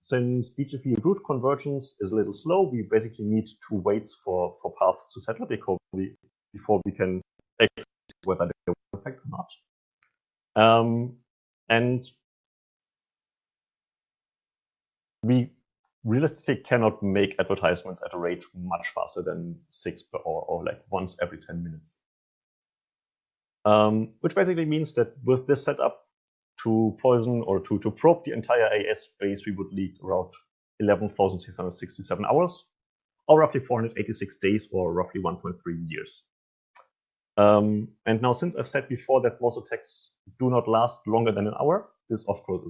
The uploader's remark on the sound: This is the recording of a virtual NOG meeting held at April 9th 2021.